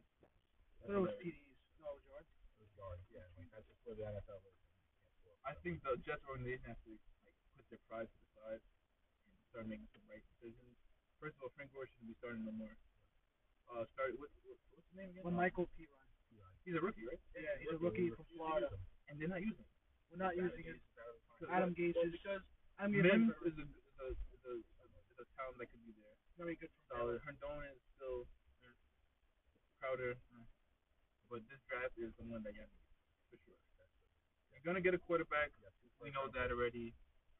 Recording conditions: uneven or low level